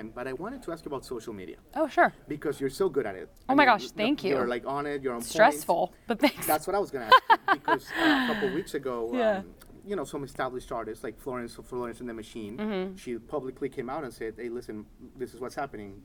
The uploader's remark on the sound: On location from CMA Fest 2022 in Nashville